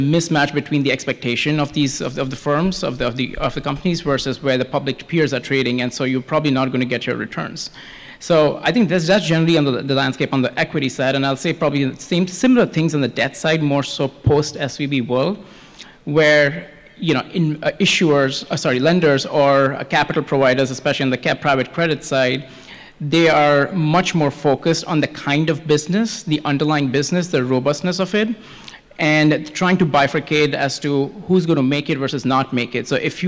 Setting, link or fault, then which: setting, busy venue